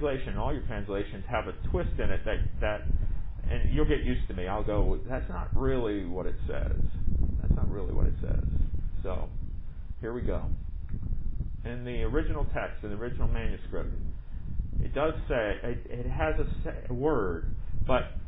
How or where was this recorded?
outdoors